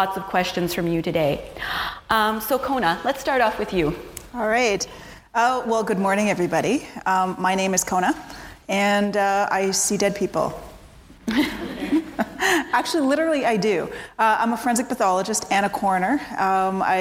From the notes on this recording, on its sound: a panel discussion recorded at the Perimeter Institute on March 8th for International Women’s Day